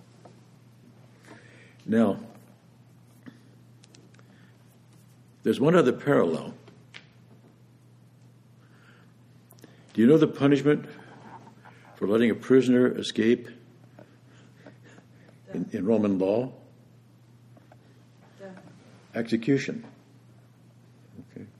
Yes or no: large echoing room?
yes